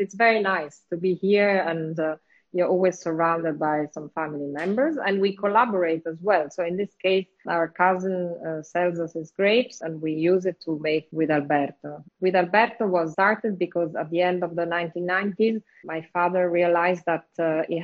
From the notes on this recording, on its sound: Recorded on instalive during the pandemic. These recorded sessions are then released on the podcast to immortalize them!